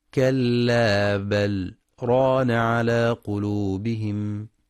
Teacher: يراعى في رواية حفص الإتيان بسكتة لطيفة على اللام دون تنفس